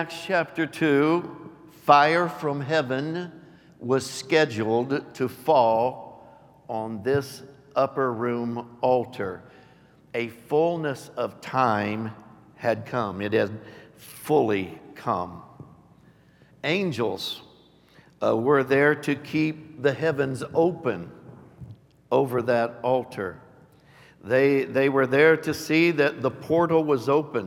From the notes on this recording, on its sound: Recorded live on 6/5/22.